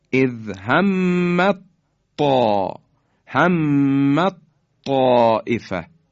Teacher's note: مثال بعدی اذ همت، تی دو نقطه، همت حالا رسیده به طا، تی دسته دار، تی دو نقطه و حرف طا که بعدش اومده در هم ادغام میشن و تی دو نقطه کاملا از بین میره، یعنی مدغم از بین میره و حرف بعدی مشدد میشه